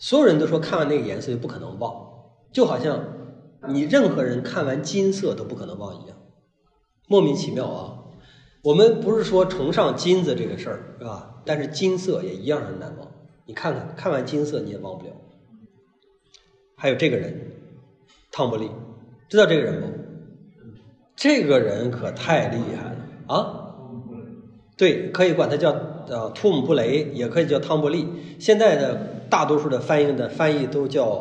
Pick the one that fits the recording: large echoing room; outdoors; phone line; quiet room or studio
large echoing room